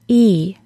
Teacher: During the long E sound, the front of the tongue is very close to the back of the tooth ridge. Our tongue is higher in our mouth during this sound than any other vowel sound. The long E sounds like E.